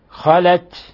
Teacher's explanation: خلت تاء هنا ساكنة فإذا وقفنا عليها نظهر الهمس